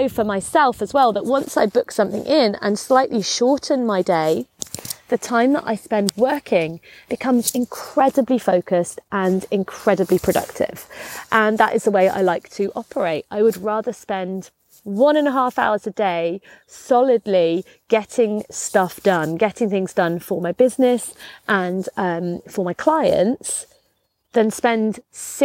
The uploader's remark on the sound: A 'Walk & Talk'. Recorded on my daily exercise in the beautiful Cotswold countryside in the UK. You'll have to excuse the sounds of crunching leaves and cows mooing!